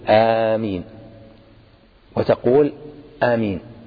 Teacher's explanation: آمين تمد وتقصر من غير مد مع تخفيف الميم، أما تشديد الميم مع المد فهو خطأ